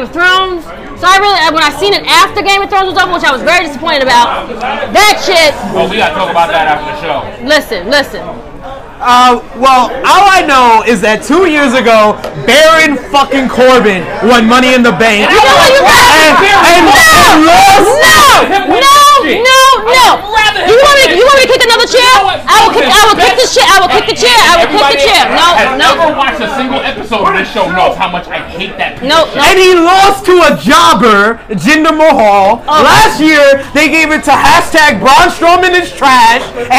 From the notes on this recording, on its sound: live at Legends for the AEW Double or Nothing viewing party